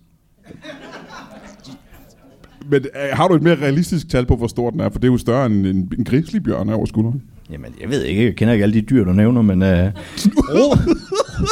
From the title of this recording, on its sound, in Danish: LIVE fra Tobbers i Kolding